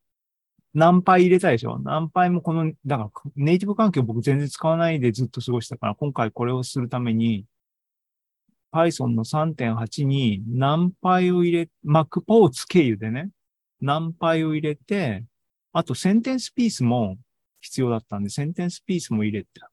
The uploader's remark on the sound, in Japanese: シーズン４３は２０２３年７月２９日に開催した ZOOMライブの模様です。